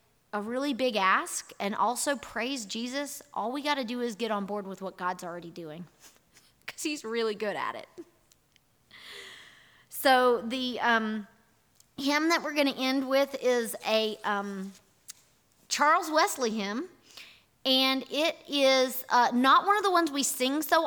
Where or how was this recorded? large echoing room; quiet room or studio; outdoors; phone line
large echoing room